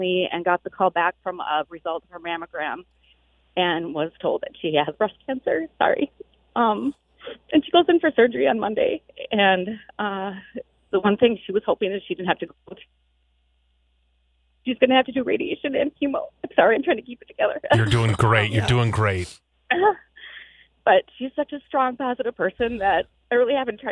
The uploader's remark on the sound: Three listeners call